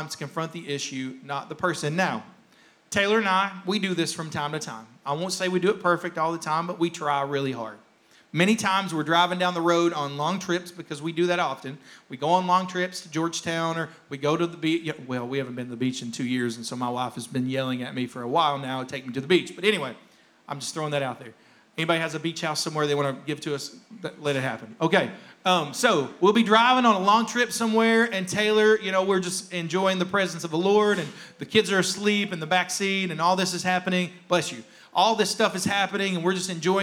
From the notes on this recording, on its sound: rebroadcast of our service